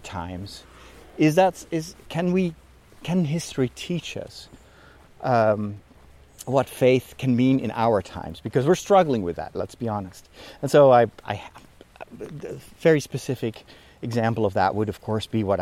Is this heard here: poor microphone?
no